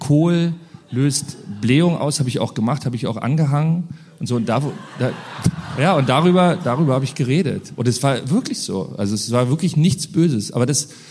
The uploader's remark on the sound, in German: Dann haben wir das ganze noch live beim Mit Vergnügen Podcast Fest im Berliner Funkhaus aufgenommen. Ich glaube man hört auch, wie sich die Stimmung im Publikum während des Gesprächs verändert.